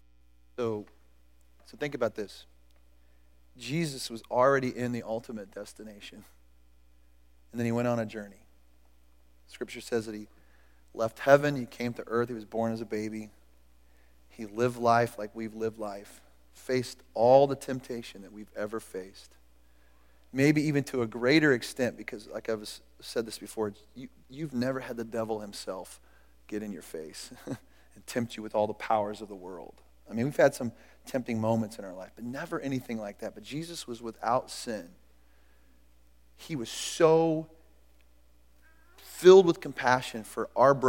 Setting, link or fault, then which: setting, large echoing room